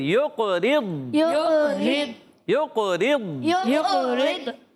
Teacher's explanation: ماشاءاللہ، قاف میں کلکلا کریں گے، ضاد میں کلکلا نہیں کریں گے، آواز کی جاری رہتی ہے تھوڑی دیر تک